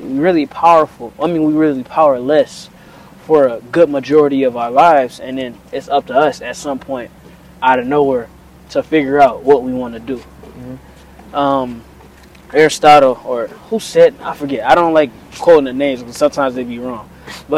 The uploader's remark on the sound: Today I tried something new, I did a walk and talk style podcast while chatting with my cousin.